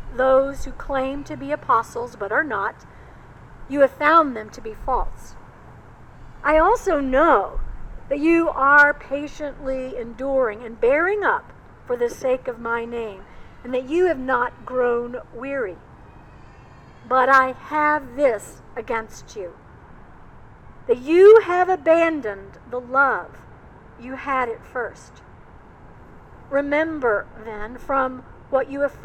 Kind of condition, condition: setting, outdoors